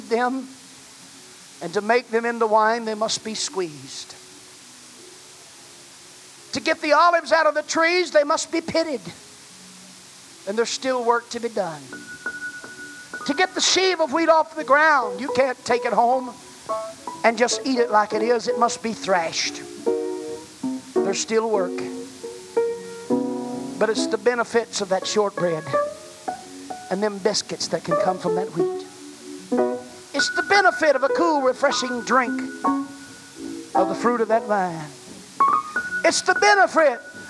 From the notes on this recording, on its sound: The message was preached at First Apostolic Church in North Vernon, Indiana, November of 1989